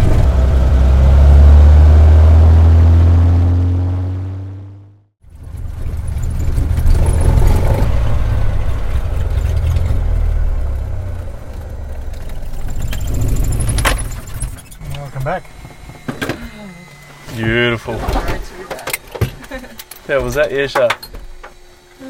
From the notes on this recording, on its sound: Flying out to Kachana Station. Sit down outside the homestead for a yarn.